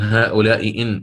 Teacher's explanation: الياء المكسورة كسرة كاملة يعني تامة الحركة خالصة الكسر